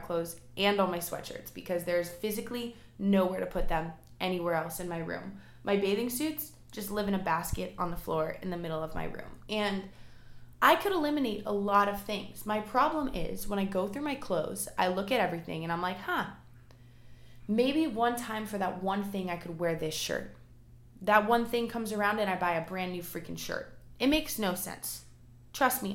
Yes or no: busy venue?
no